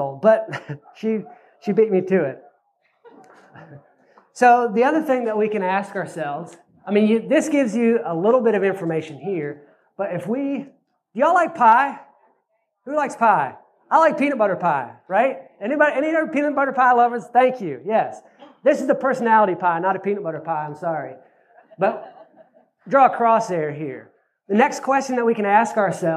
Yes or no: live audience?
yes